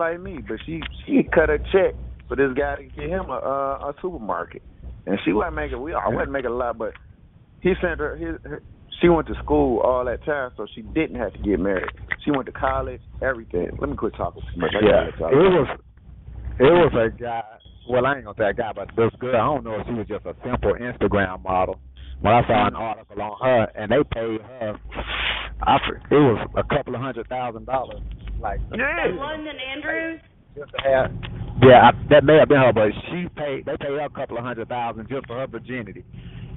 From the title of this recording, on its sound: Conference Call